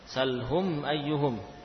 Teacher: Mim sukun bertemu dengan hamzah. Makanya juga dibaca dengan jelas, tidak dipanjangkan gunnahnya. · Term: bacaan idhar